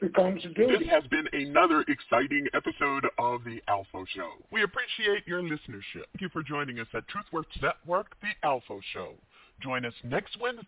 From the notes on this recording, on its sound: Live & Call-In